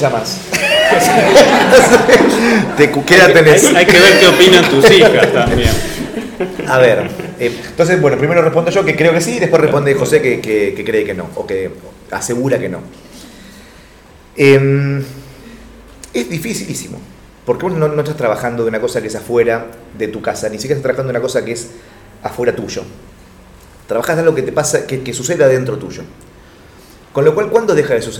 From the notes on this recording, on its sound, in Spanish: Compartimos la grabación del encuentro en la Biblioteca Nacional de la Gcomics Meetup #19